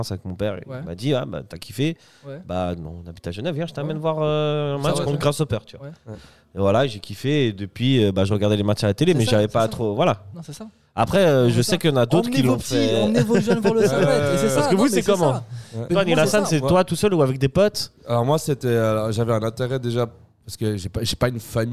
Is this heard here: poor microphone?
no